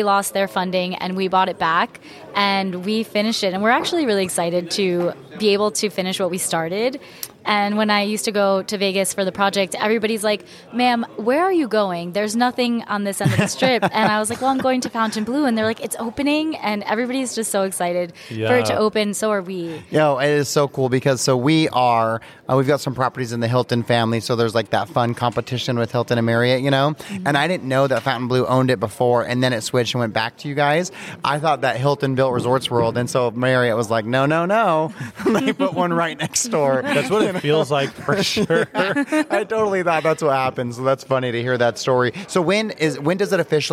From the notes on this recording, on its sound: Today, broadcasting live from the prestigious Arizona Biltmore, a Waldorf Astoria property, during BITAC Purchasing and Design 2023.